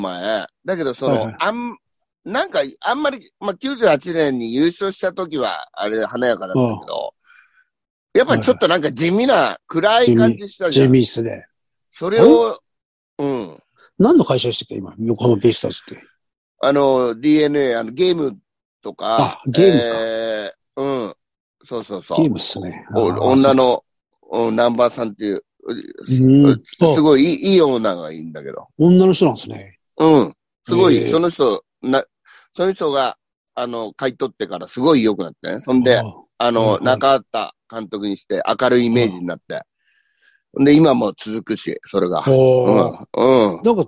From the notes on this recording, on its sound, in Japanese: ZOOMで収録